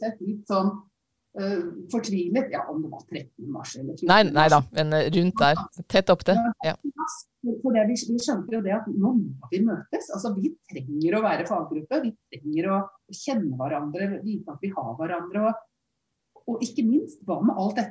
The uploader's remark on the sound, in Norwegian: Når alle er på hvert sitt hjemmekontor. Beklager litt dårlig lyd.